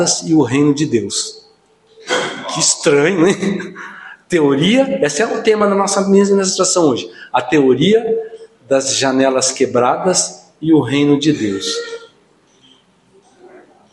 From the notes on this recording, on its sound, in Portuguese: no culto do dia 20/08/2023